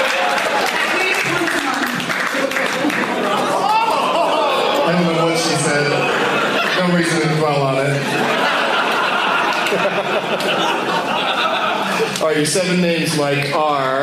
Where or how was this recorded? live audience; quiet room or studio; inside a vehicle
live audience